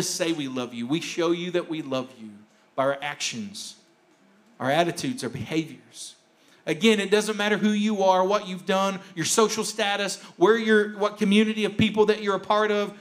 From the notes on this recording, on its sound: a rebroadcast of the message from our service on January 17th, 2021